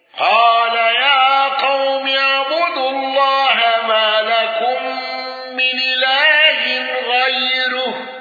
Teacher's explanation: الكسائي بكسر الراء والهاء المضمومتين